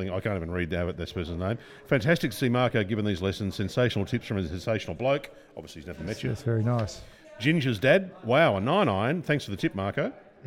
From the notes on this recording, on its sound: We’re live from the Melbourne Golf Park (formerly the Albert Park Driving Range) today overlooking the driving range, it’s a great spot for the podcast - we’re in the lounge area near the bar (obviously) looking out over the range. Because we’re live from the Melbourne Golf Park and he can smell pizza’s being cooked in the kitchen.